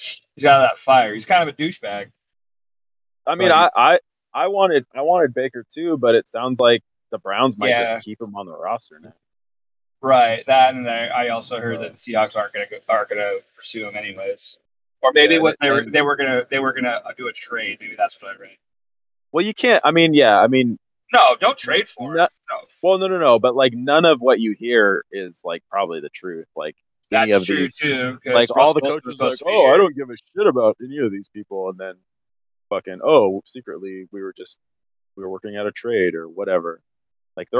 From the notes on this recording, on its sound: Drivin' and Podcastin'. Flying down I-5. Sits in his car parked in downtown Winslow on Bainbridge Island.